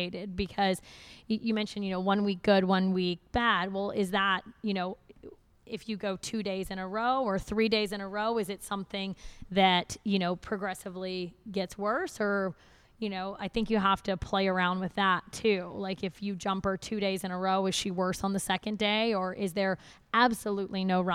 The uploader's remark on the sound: live from the United States Pony Club 2017 Festival